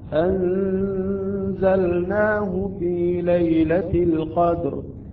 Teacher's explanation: بسرعة اللسان ينتقل من مخرج اللام إلى مخرج النون بصورة فنية، بصورة يعني لطيفة، لا نتأخر ولا نضغم اللام بالنون